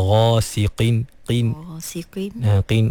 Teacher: tapi tak bermakna qaf tu menjadi nipis sampai bertukar menjadi kaf · Term: huruf qaf